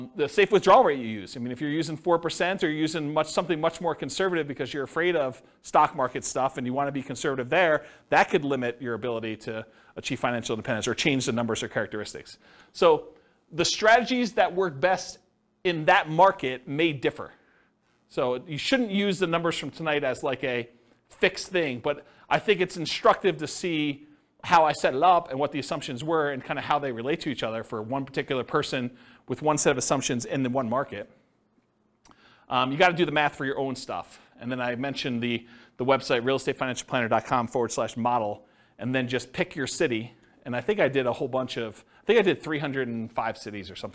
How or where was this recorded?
live audience